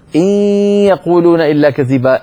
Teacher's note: يخرج صوتان معا، ياء من الفم وغنة من الخيشوم. ولا تقول إن يقولون، إذا قلت إن فأنت أتيت بالياء ولم تأتي بالغنة.